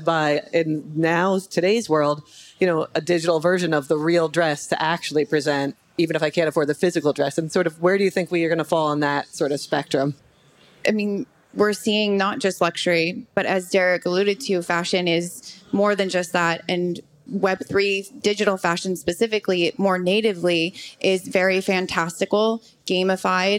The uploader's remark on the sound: This conversation was previously recorded at Consensus this past year in Austin, TX. On the Consensus stage.